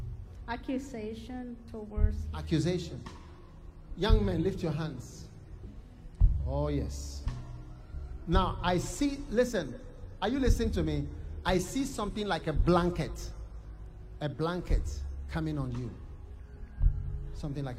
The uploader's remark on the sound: Preached at the Day 2 of the Revival Today International Camp Meeting in Pittsburgh, Pennsylvania-USA